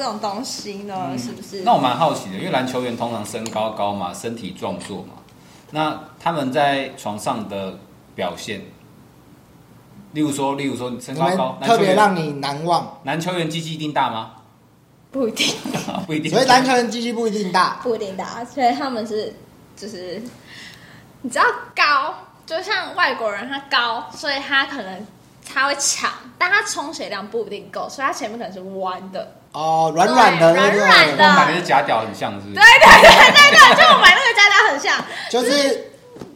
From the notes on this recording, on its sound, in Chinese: 目前錄音器材有點陽春，錄音品質請見諒！